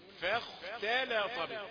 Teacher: فخ ما ينفعش وفخ ما ينفعش. انما فاء رقيقه وخاء مفخمه